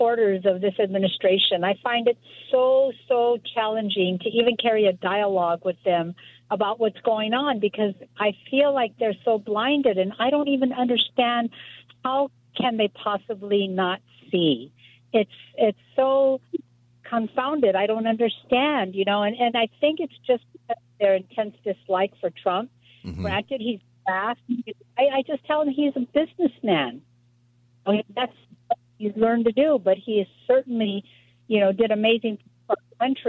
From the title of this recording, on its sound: Open Phone Friday